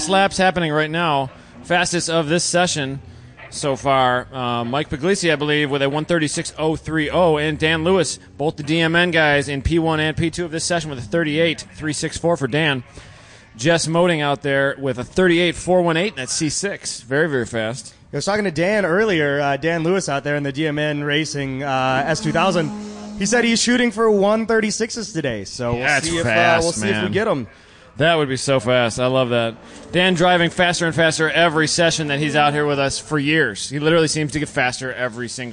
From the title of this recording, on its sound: Live from #GRIDLIFE TrackBattle Round 5 - Part 2